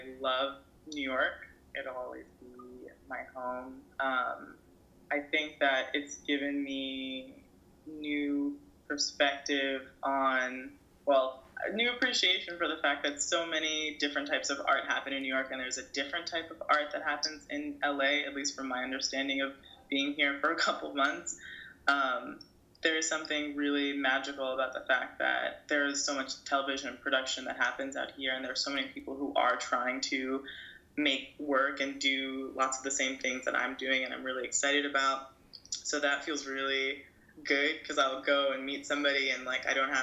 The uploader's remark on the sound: This episode was recorded over Skype.